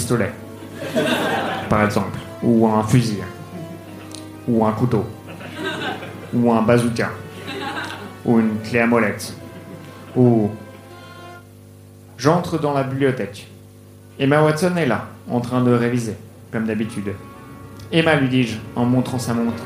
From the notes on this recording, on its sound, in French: Enregistré en direct et en public à la Soirée Froussin au One More le 29/01/2019